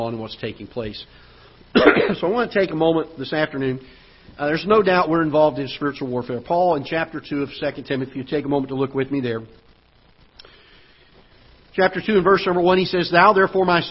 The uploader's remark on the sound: Ketha Heights Baptist Church ~ Live Broadcast